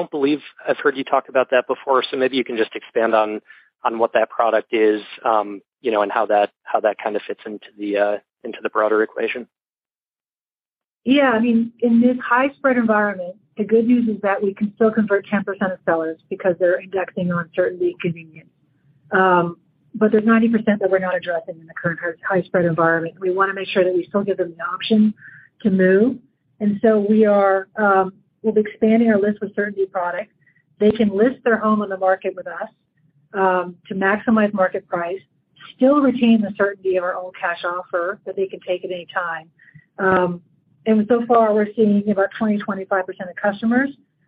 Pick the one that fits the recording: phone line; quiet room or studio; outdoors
phone line